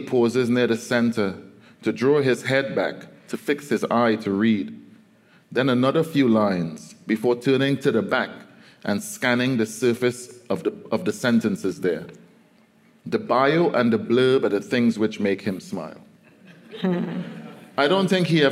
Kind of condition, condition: setting, live audience